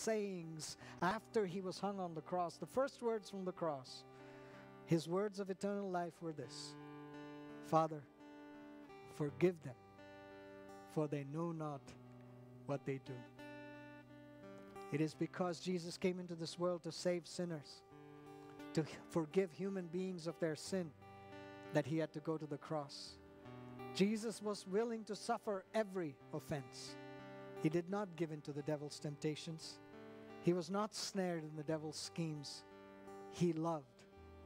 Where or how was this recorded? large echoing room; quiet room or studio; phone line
large echoing room